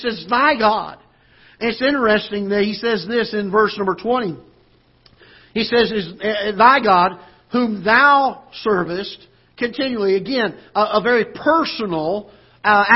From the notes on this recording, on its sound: Ketha Heights Baptist Church ~ Live Broadcast.